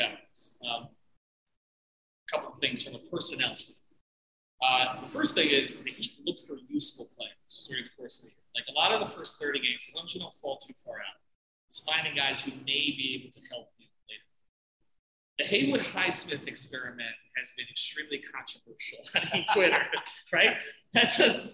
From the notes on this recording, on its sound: Our apologies for the shaky audio on this one. Recording on-location after our watch party at Tropical Distillery.